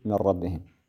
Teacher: نخرج النون الساكنة والتنوين من مخرج اللام أو الراء، ويتم النطق بلام واحدة مشددة من غير غنة · Term: الإضغام بغير غنة